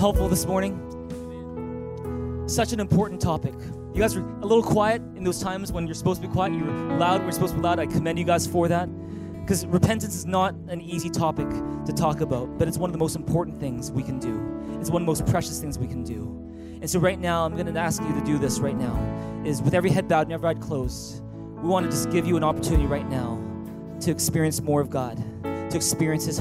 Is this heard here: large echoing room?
yes